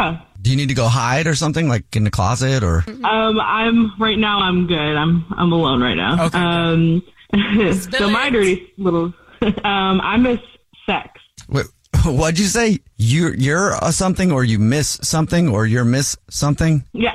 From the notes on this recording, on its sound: There is a woman on the phone